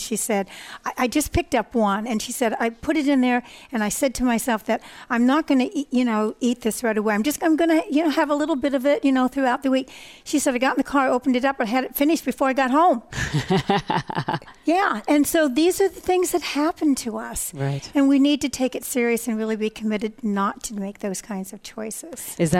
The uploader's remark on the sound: Broadcast Live form the Largest Women's conference in the USA!